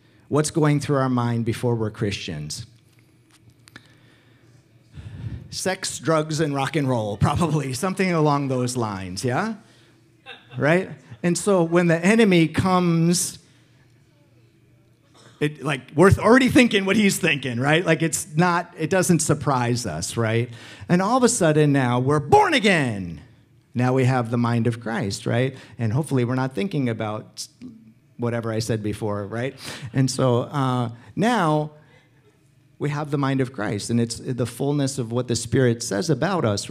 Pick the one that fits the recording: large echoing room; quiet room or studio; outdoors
large echoing room